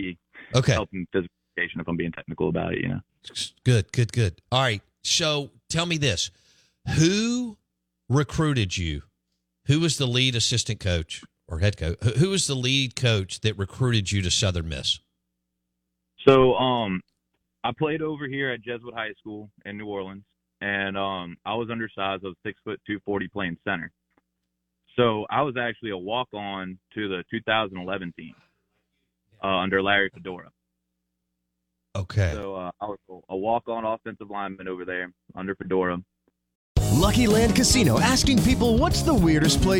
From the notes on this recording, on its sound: Joins the show on the Farm Bureau guest line talking about the best stories from his career live in the BankPlus Studio.